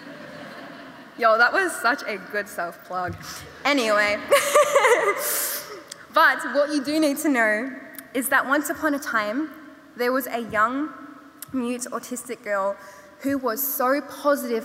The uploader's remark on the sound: We revisit 2022's inaugural Opening Night gala event at Melbourne Town Hall. This event was recorded at Melbourne Town Hall on Wednesday 2 November 2022 as part of the Wheeler Centre’s Spring Fling Opening Night: Lightbulb Moments.